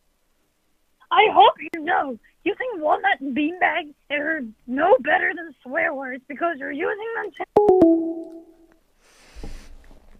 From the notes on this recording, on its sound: The Prophet Podcast is a live call in show about LDS and Mormons.